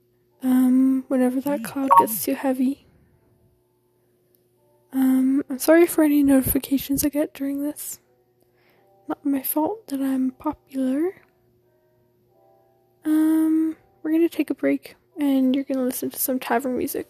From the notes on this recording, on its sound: This is just me talking, theres some music. Sorry if I breathe into the mic.